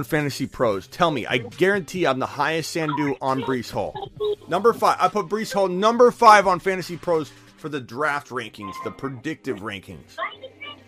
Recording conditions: phone line